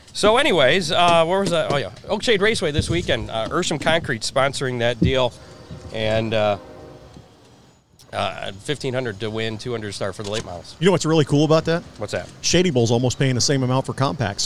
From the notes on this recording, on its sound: LIVE FROM BIG D's PIZZA.